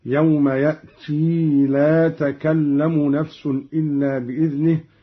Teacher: قرأ قالون بإثبات الياء بعد التاء في قوله تعالى: يوم يأتي، هكذا يوم يأتي لا تكلم نفس إلا بإذنه حالة الوصل فقط، وإثبات الياء على الأصل.